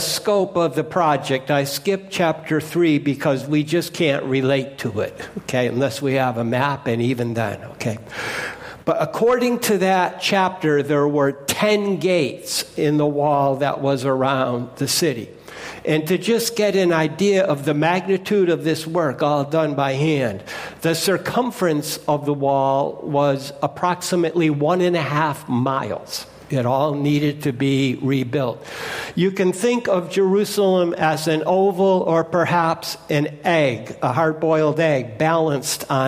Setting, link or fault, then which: setting, large echoing room